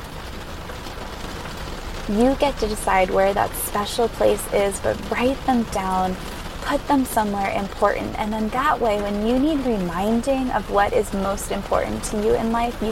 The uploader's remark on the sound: recorded in her car during a rainstorm